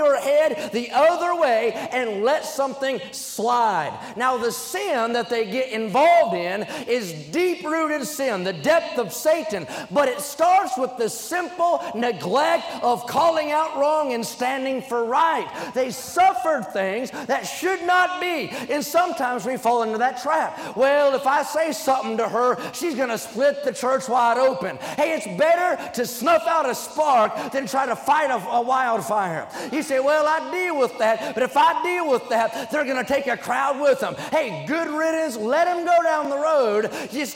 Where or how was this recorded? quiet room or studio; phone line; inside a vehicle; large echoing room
large echoing room